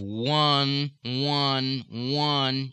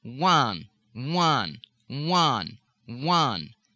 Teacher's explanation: a pumping down of the back of the tongue and an awareness of a secondary point of vibration just below the soft palate · Shown in: second take · right at the point where the tongue pumps down.